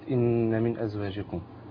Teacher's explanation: في حاجه ثانيه حضرتك برضو اللي هي النبي اللي هي حرف الغنه المشدد، سواء كان كلمه ان من ازواجكم الغنه هنا مقدار حركتين طبعا